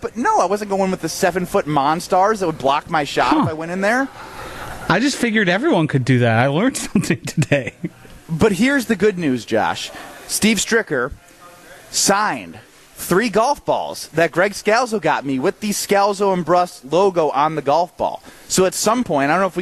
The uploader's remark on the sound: Live from U Ridge for the Am Fam Championship.